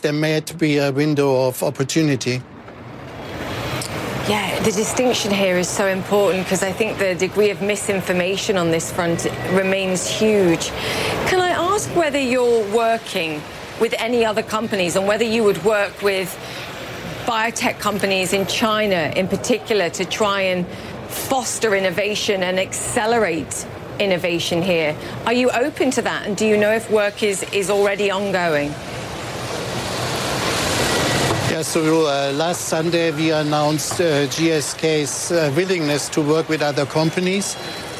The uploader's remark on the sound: live from the New York Stock Exchange